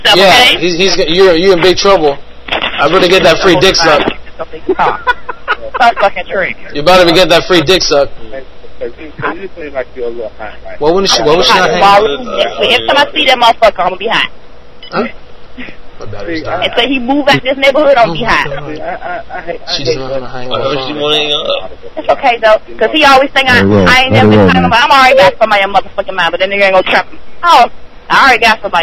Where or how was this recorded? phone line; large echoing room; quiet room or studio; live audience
phone line